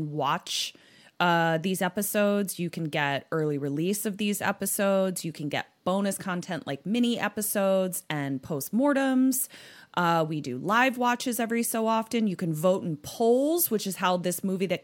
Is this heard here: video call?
no